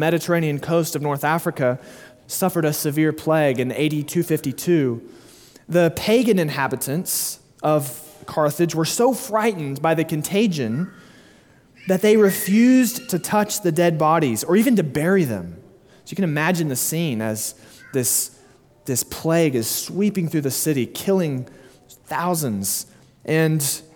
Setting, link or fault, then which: setting, large echoing room